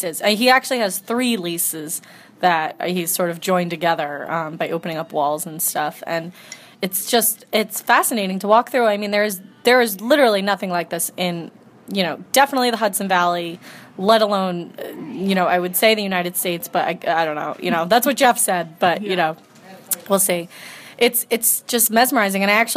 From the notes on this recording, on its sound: Recorded at Babe's in Haverstraw